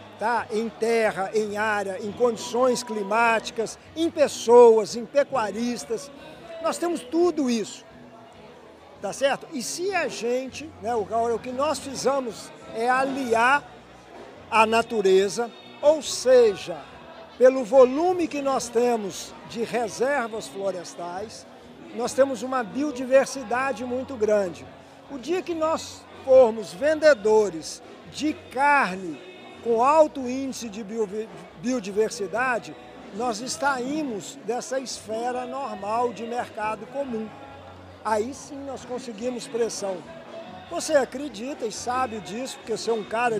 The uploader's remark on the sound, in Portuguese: Prosa boa gravada durante o “ Diálogos Boi na Linha”, evento promovido pelo Instituto Imaflora, em Marabá, no Pará.